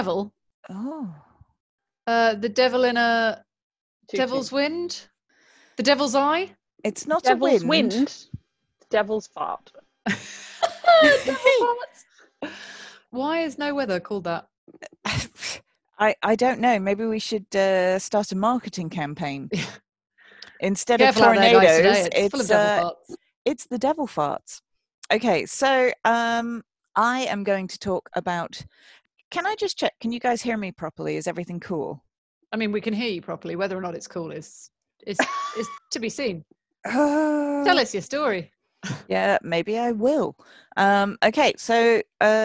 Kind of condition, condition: link, video call